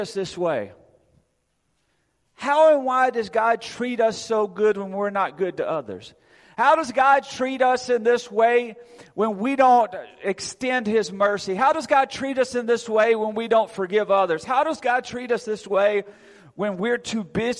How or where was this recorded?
large echoing room